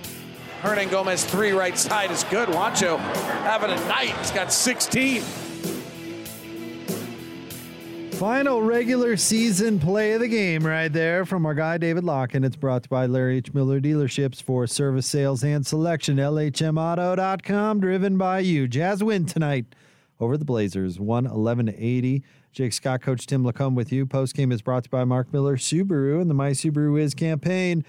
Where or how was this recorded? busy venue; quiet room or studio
busy venue